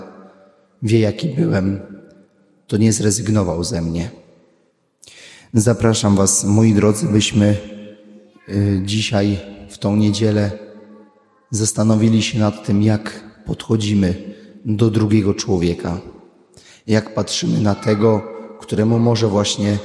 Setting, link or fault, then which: setting, large echoing room